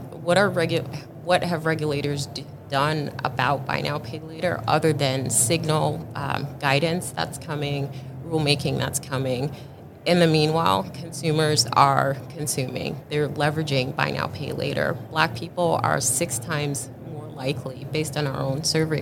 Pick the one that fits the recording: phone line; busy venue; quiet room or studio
busy venue